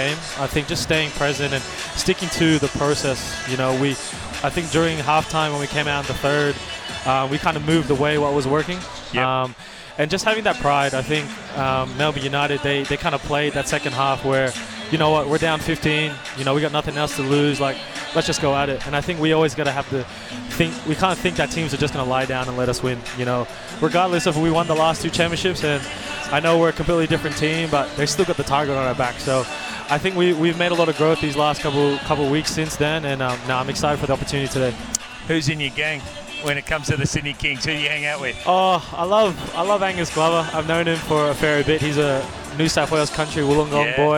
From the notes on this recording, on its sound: Live ahead of the Kings vs United from Qudos Bank Arena